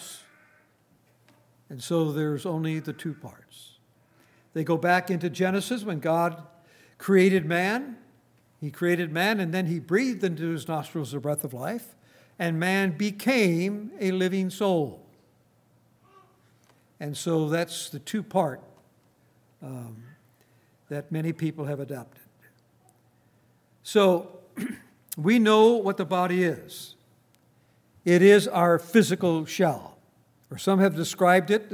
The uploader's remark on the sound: In this Communion service. At Grace Bible Fellowship in Front Royal, VA.